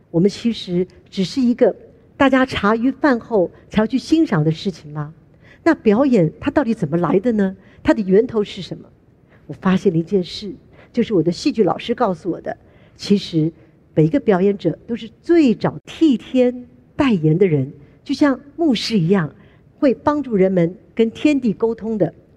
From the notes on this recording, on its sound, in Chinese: 本集節目取自【2023突破者知識跨年饗宴】現場錄音